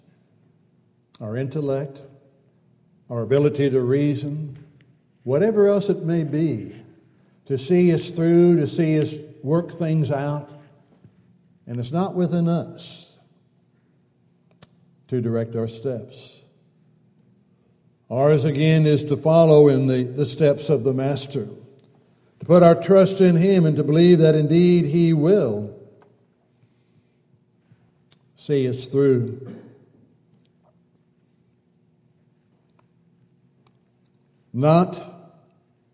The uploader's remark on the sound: Downtown Church Of Christ Audio Sermon